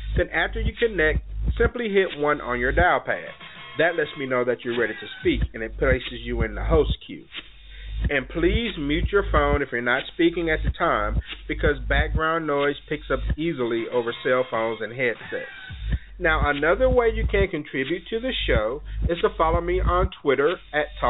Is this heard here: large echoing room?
no